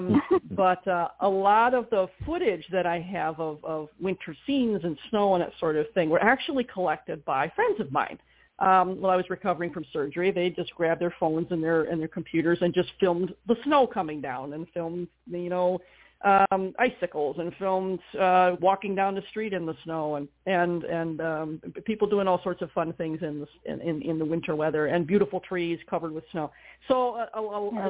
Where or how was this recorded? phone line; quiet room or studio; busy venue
phone line